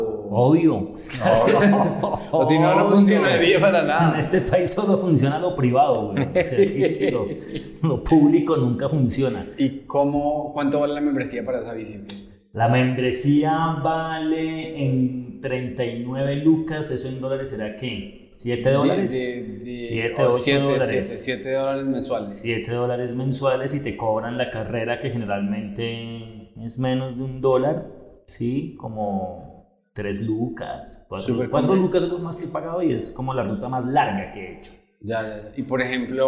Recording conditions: echo